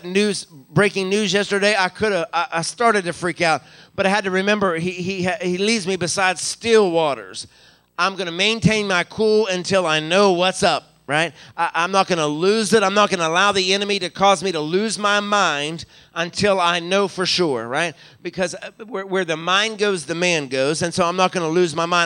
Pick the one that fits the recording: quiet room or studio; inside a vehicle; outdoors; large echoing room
large echoing room